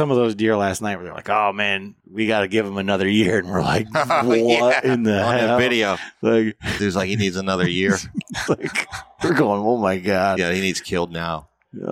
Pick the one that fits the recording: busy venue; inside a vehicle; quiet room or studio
busy venue